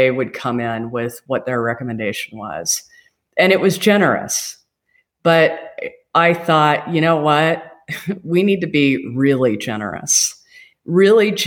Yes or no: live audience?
no